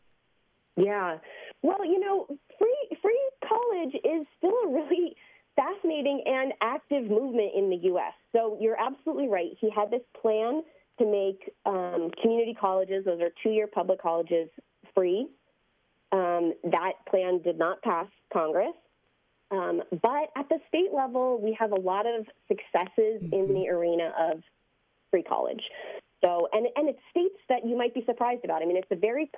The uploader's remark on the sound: Reset hears analysis from a legal expert and opens the phone to hear from listeners for their takes.